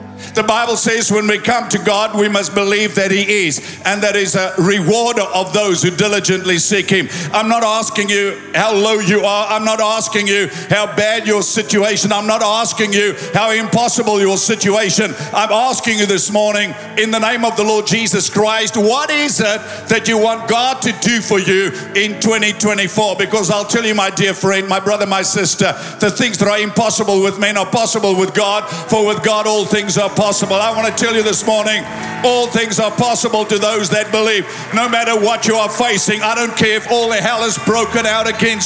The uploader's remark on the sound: Recorded live at Planetshakers Church (Melbourne) on Sunday 14th of January 2024.